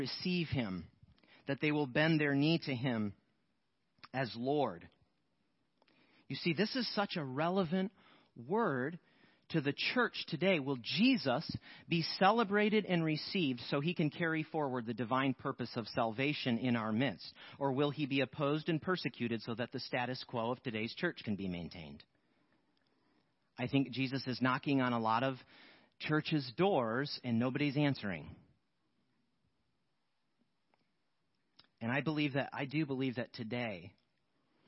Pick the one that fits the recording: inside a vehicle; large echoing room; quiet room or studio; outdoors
large echoing room